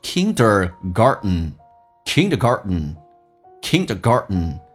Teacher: T 跟 N 组合 T 是可以不发音的